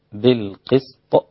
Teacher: خلي بالك من القاف، لا تكون إلى الكاف أقرب ولكن تكون في أقل مراتب التفخيم. السين رقيقة جدا، لا تأخذ تفخيم القاف ولا الصاد ولا الطاء معذرة، فيكون القسط هكذا وبقلقلة الطاء لأنها ساكنة عند الوقف.